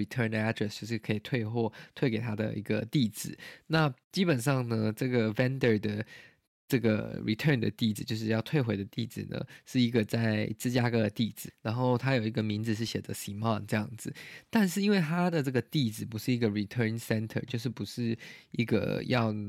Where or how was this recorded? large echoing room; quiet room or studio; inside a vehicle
quiet room or studio